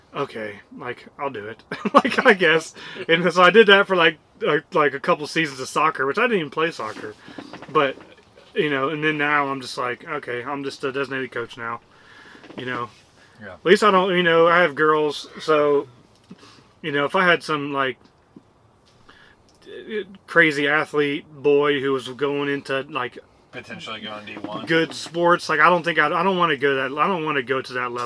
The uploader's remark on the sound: Live from deer camp we recorded an episode from the annual scouting and shed hunting trip.